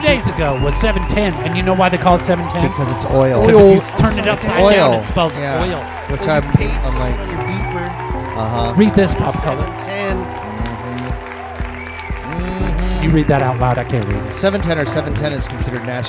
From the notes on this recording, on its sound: Filmed in front of a live Studio Audience